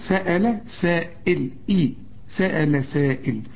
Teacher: وشوف الهمزة تكون أكثر رقة إذا كانت مكسورة